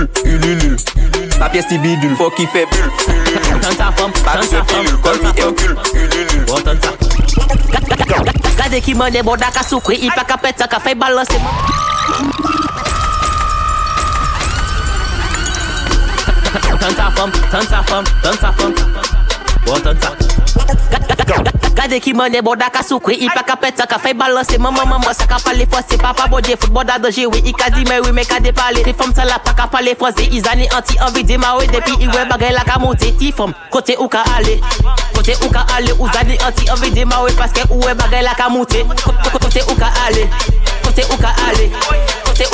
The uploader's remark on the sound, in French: On a enregistré cette soirée incroyable !